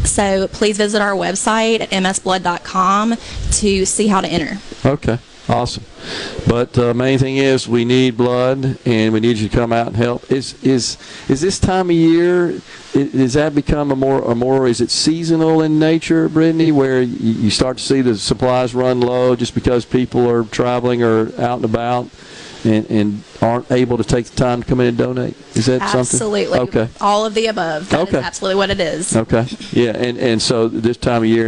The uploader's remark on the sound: MidDays is LIVE from Mississippi Blood Services in Flowood asking for you to stop by and donate the gift of life.